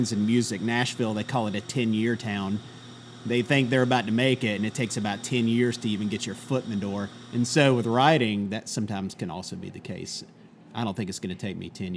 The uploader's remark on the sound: Thanks to 83 Custom Coffee for letting us record in your little corner. Thanks to 83 Custom Coffee for letting us record in your little corner.